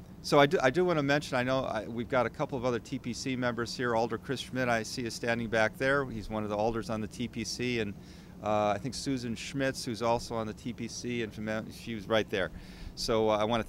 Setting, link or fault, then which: setting, busy venue